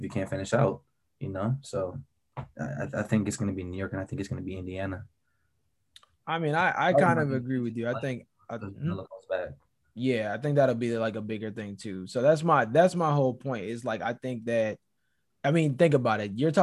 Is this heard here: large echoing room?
no